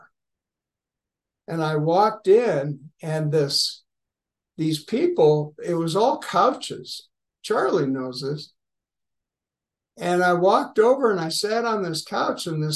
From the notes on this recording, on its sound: Grace Group Zoom Meeting 9/13/2023. Grace Group Zoom Series in Hattiesburg, MS.